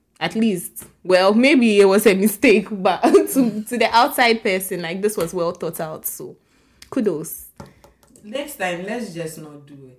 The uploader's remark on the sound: Apologies for the low sound which was due to a technical issue in the production of this episode